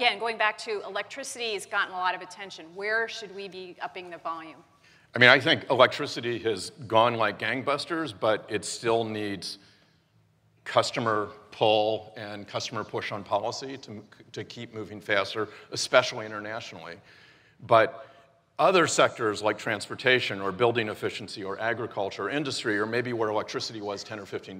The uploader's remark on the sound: The best of live interviews from GreenBiz events.